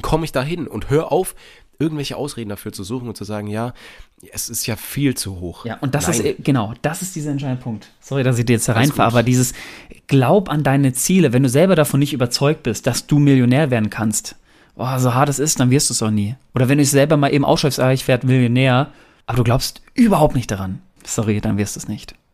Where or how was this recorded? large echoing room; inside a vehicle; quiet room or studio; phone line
quiet room or studio